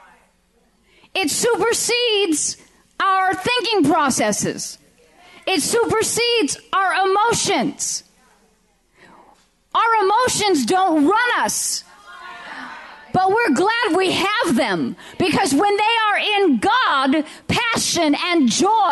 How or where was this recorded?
large echoing room